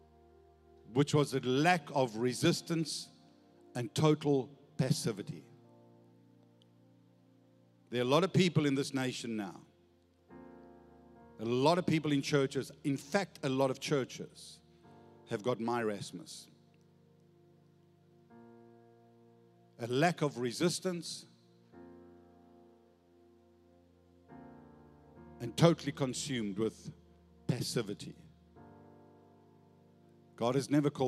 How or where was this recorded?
large echoing room